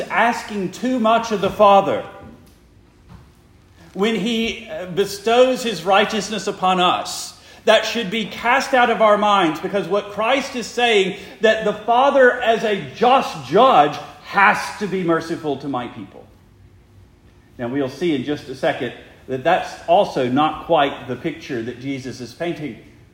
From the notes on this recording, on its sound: Preached the morning of April 9, 2023, for the Heidelberg Presbyterian Church in Heidelberg, Mississippi.